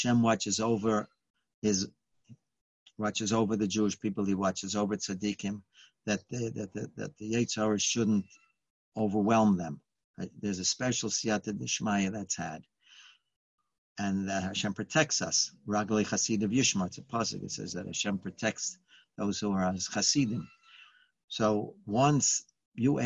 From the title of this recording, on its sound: Live On Zoom: 6-16-2020